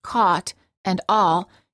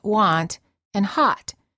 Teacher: In American English, the ah sound, as in caught and all, is very similar to the ah sound, as in want and hot. In fact, these two sounds, ah and ah, are so similar in many parts of the United States that some language experts even claim that they're the same sound.